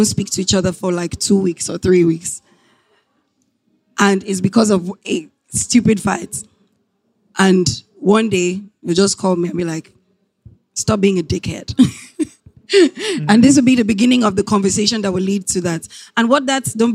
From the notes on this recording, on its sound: LIVE at AfricaNXT